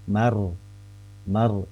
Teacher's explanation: Mar'a, kalau mar'a di sini mar Mar itu lebih ke ini, adanya runtutan antara huruf yang tipis dibaca tipis sama yang dibaca tebal. Huruf mim fathah itu tipis, tetapi ro sukun yang dipengaruhi oleh fathahnya mim tadi sebelumnya itu menjadikan ro sukunnya menjadi tebal.